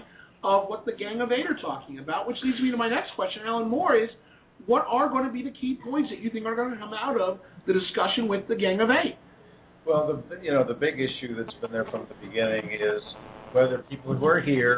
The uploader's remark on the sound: Broadcasting LIVE from Shelly's Back Room in WASHINGTON, DC